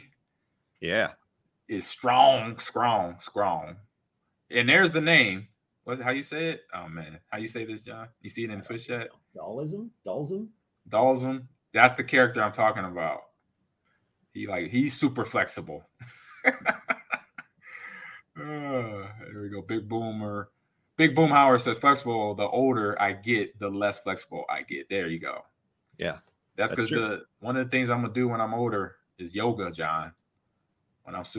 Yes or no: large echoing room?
no